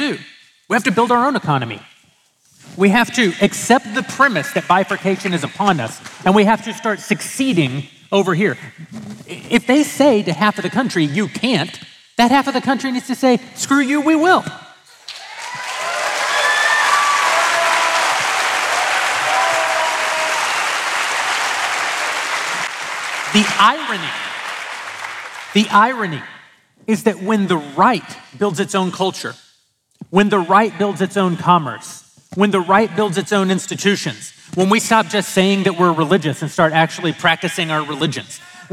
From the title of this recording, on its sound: Daily Wire Backstage: Live at the Ryman